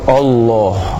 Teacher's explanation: diucapkannya dengan misalnya dengan memonyongkan kedua bibir sehingga bukan dengan fathah sehingga dengan tebal o, ya, sehingga diucapkan Allah.